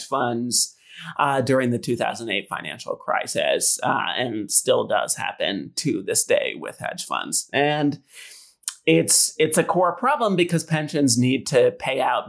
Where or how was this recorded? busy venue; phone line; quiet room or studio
quiet room or studio